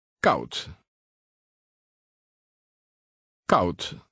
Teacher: Did you remember to pronounce the final D as T?